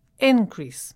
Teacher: increase here is a noun, so the stress is on the first syllable